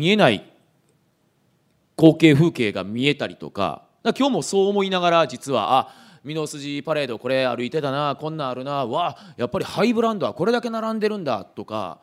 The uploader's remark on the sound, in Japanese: 公開収録